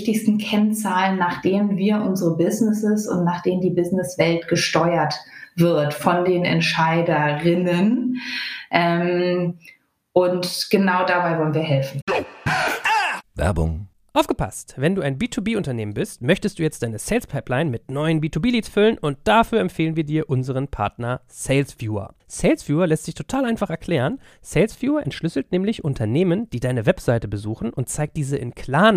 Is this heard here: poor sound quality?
no